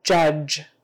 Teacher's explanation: J is just like CH, only our voice is on now. We're going to push hard, still, just like CH, only our voice is going to be on.